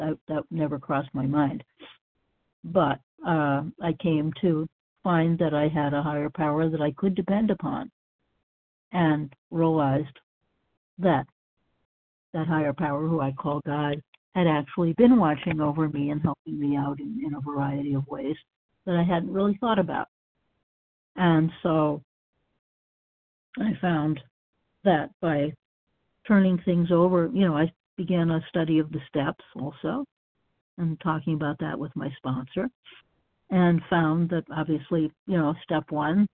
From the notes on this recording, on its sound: 100 Pounders Phone Meeting, 5/4/23